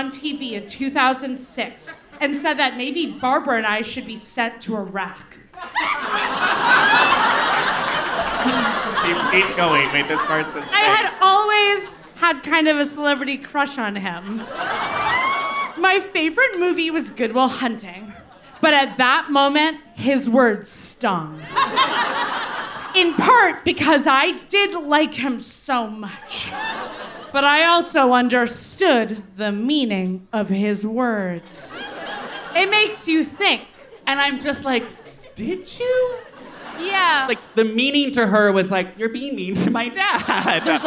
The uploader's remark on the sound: Live from New York—it's our sold out show at the Bowery Ballroom!